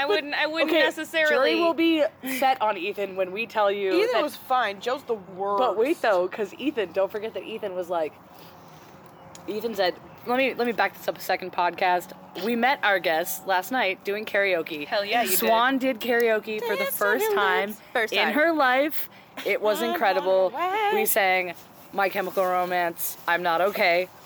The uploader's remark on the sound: This episode was recorded outdoors.